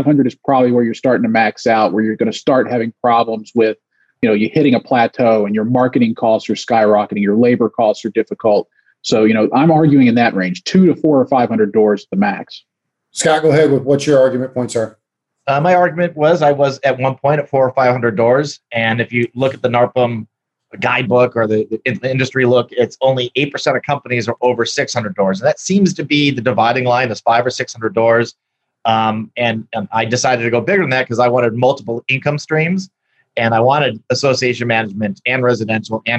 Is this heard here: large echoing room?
no